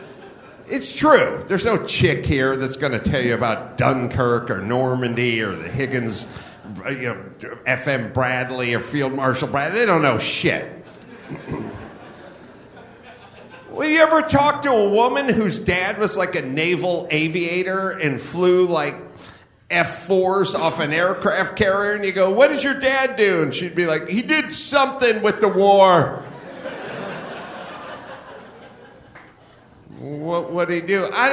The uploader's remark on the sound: Live From Raleigh, NC